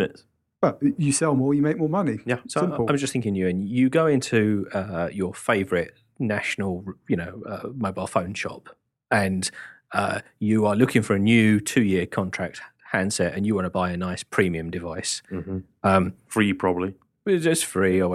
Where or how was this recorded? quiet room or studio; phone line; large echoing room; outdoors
quiet room or studio